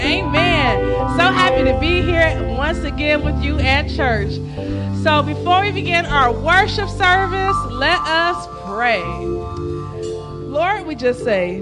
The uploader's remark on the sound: Celebration of Praise and Worship Service at New Life At Calvary